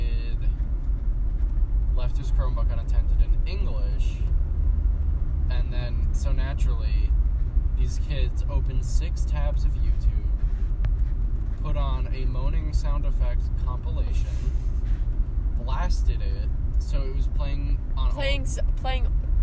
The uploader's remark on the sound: In this episode we’re driving instead of sailing. At some point we get mcdonald’s bc we were hungry and then we talk and eat at the same time.